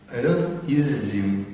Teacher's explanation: Под ударением Э, без ударения И.